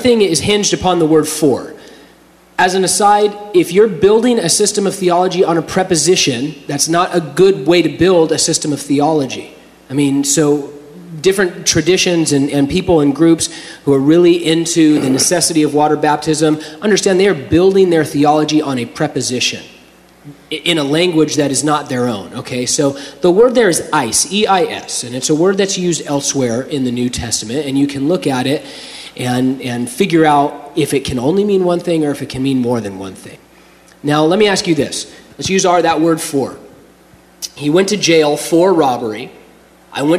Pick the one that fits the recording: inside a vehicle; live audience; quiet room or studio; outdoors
live audience